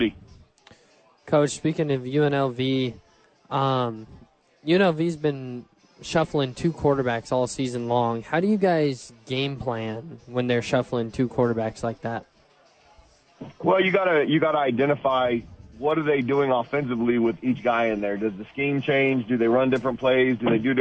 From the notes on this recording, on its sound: live from ABQ AXE!